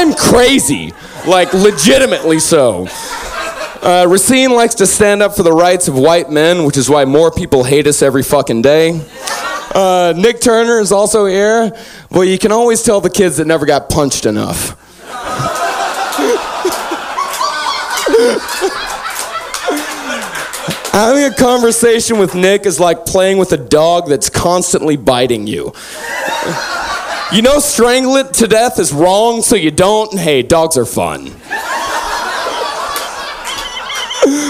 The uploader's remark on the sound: On this very special live episode.